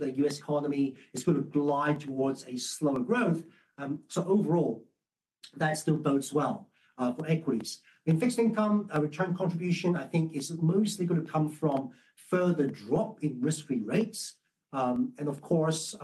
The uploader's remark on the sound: a replay of the 1st Quarter 2024 Guide to the Markets - Asia launch web conference